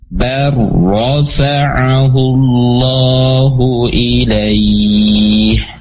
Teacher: Jangan lupa karena sebelumnya ada harokat fathah, maka ra-nya ra tafkhim atau ra tebal, dan ra juga memiliki sifat tawasut atau bainiyah, maka, ya, dia ada apa namanya, mengalirnya suara namun limit terbatas, ya.